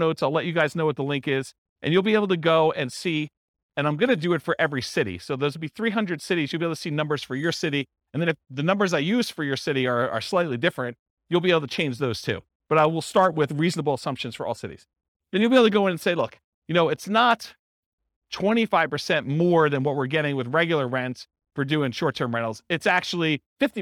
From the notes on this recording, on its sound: This was a live class recorded